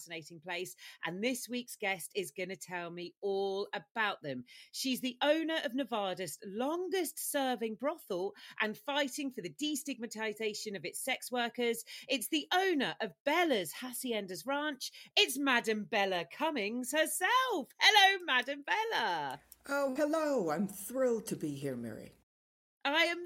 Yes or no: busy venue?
no